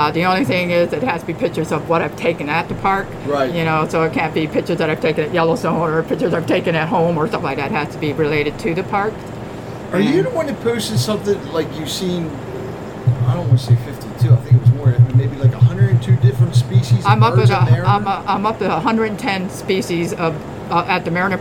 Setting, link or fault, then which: setting, busy venue